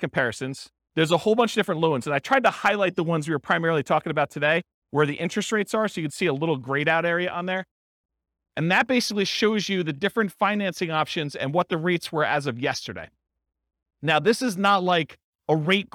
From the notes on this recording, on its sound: This was a live class recorded